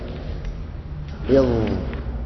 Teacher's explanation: فالضاء أخت الطاء تخرج من حافة اللسان الذي هو مستدق، الذي هو مستدقه مع فروع الثنايا العليا